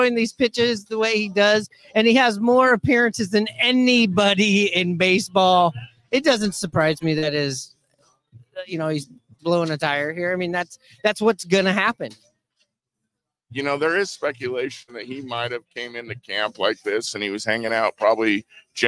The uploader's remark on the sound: Recorded at MVP's in Edmonds Washington.